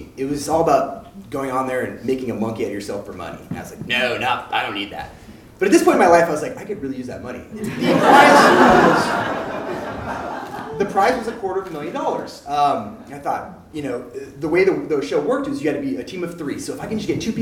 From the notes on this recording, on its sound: Urban Tellers is a live storytelling series in Portland, OR. Filmed live at Hipbone Studio.